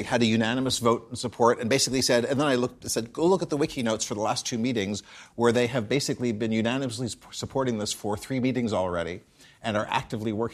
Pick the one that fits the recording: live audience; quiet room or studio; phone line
live audience